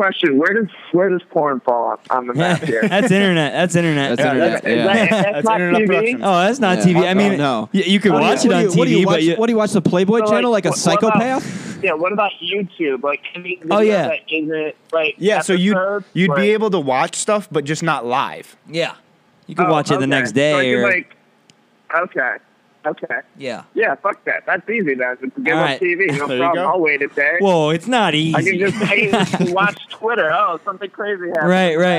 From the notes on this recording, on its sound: when we Phone-A-Friend.